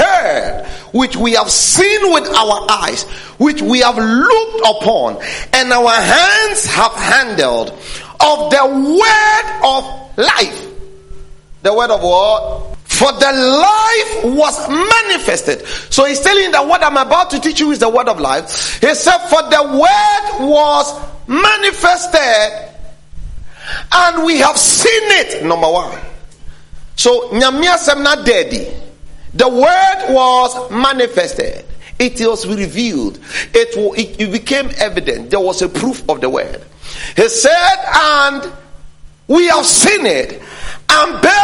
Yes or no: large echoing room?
yes